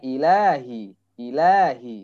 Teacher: ilahi di sini lamnya dua harokat